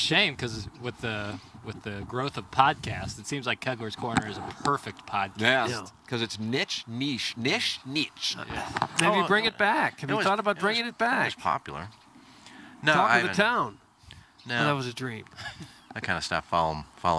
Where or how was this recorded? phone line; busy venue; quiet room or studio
busy venue